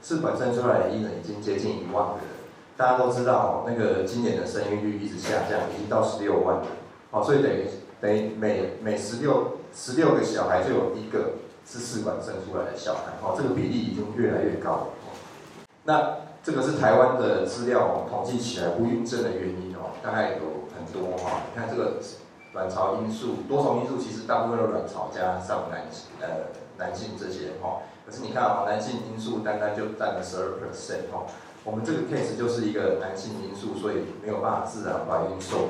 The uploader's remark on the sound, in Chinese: 當天只有用手機錄音，有些背景雜音請見諒。